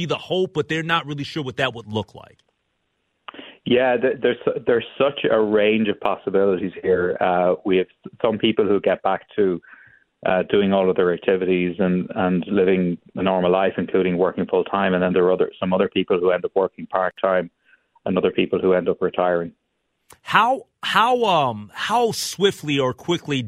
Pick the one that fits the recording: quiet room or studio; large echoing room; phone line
phone line